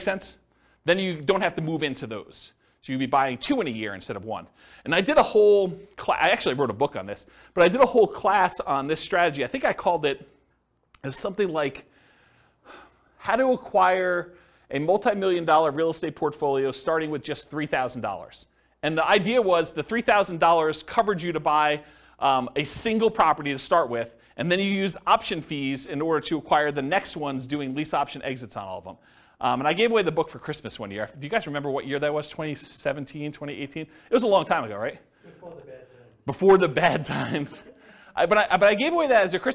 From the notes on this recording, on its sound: This was a live class recorded